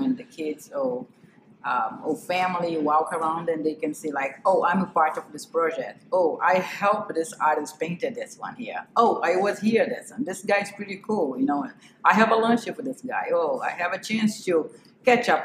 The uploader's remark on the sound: This episode was recorded in their warehouse office and so the audio has a little echo and there's also some background work going on.